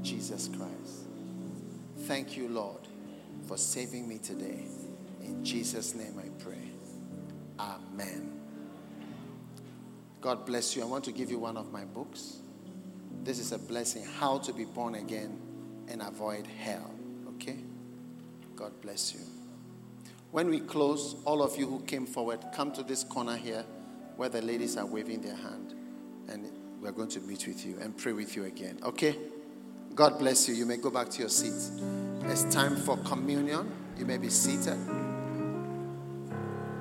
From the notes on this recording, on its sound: Preached at the Thanksgiving Service, Accra.